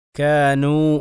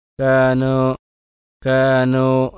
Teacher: ഇനി അലിഫിനോട് സാദൃശ്യമാകുന്ന തരത്തിൽ ചില ആളുകൾ വാവ് ഉച്ചരിക്കും · Shown in: second take · ഉദാഹരണത്തിൽ കാനു എന്നുള്ളത് കാനോ കാനോ എന്ന് പറയും.